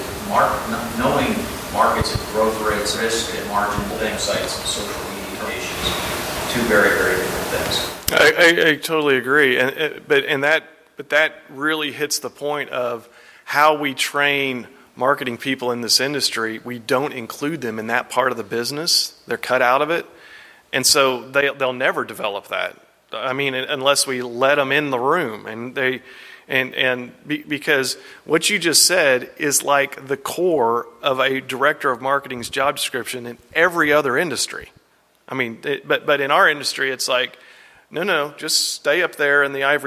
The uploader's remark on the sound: breakout session from the 2022 ElevateAEC conference